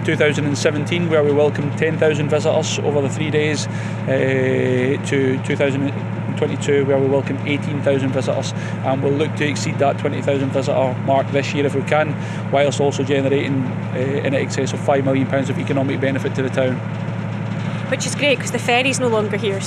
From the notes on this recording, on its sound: The team sailed out into Loch Ryan. Joined the team on the boat to talk to us.